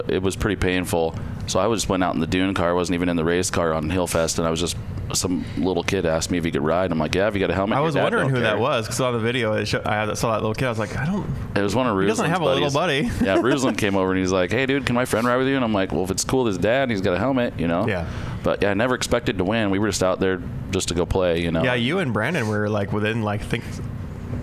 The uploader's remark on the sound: We are live in the Offroad Syndicate trailer at UTV Takeover Coos Bay, OR.